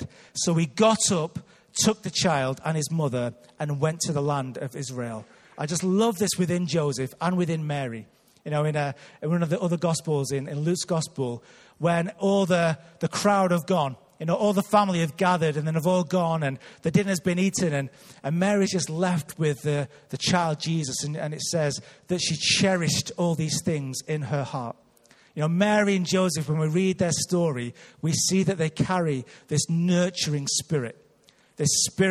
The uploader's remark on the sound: Recorded live at Life Church Lancashire on 30th December 2018.